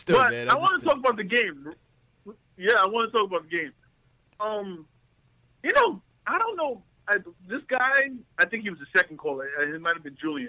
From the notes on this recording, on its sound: Live Caller Reactions. Post Game Live Stream.